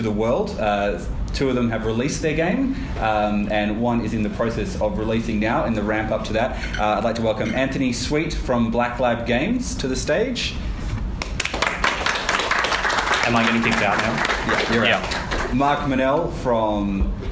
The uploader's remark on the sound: LIVE from Perth Games Festival. For this milestone we brought the show to Perth Games Festival 2016 for a live panel!